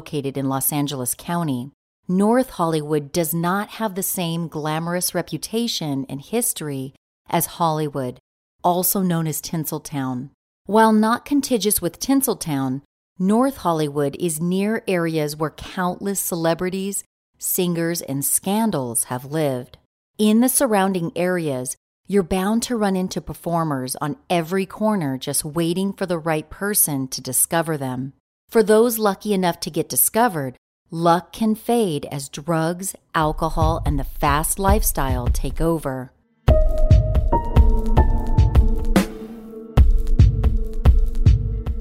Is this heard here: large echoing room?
no